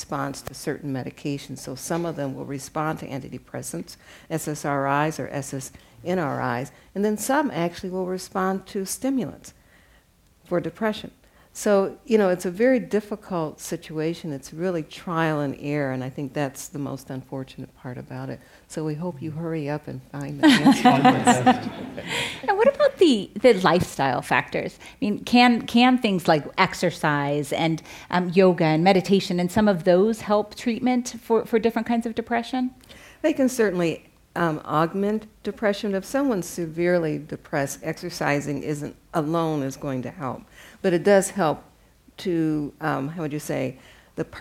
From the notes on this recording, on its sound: Came together at a Zócalo/UCLA panel discussion. At the National Center for the Preservation of Democracy in downtown Los Angeles.